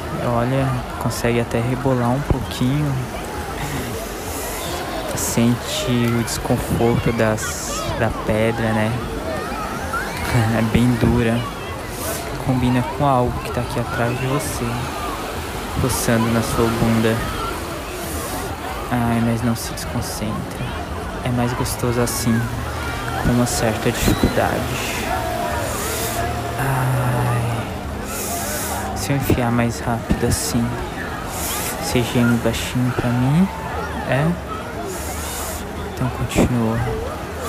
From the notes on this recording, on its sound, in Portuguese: No alto de uma pedra, daquelas que o pessoal vai para tirarem fotos. E foi gravado justamente em uma pedra dessas!